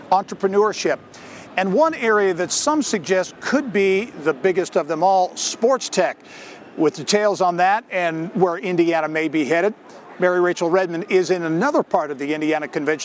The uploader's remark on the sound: We are coming to you this week from the Indiana Convention Center in downtown Indianapolis for the Inaugural Rally Conference, an event billed as the largest global cross-sector innovation conference.